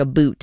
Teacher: some Upers and Wisconsinites share this thing called Canadian raising, which is basically where you say things like a boot instead of about